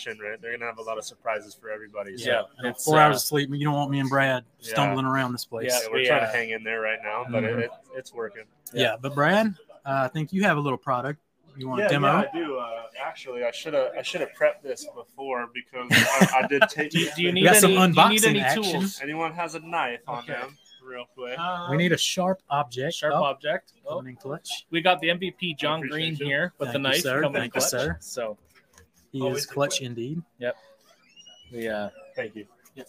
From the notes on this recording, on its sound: This is all the action you may have missed as The Cleaner Cast did the live pre/post show at TRCMA 2023!